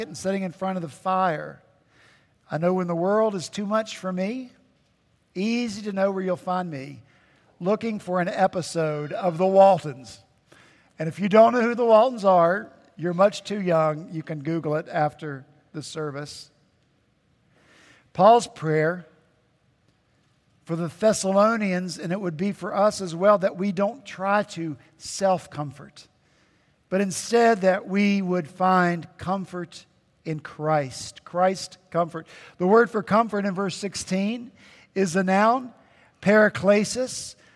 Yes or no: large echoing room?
yes